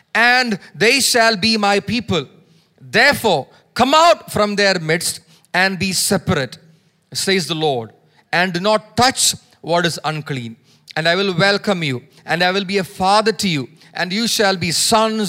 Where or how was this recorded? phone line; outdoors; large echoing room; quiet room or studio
large echoing room